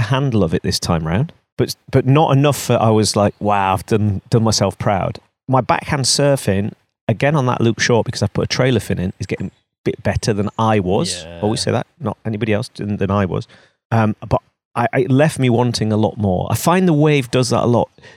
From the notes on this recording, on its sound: This week, we record the show by a river for extra high vibes and good times!